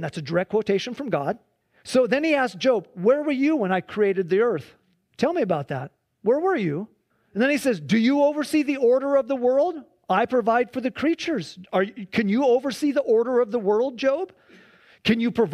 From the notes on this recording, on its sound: Please enjoy this Sunday church service livestream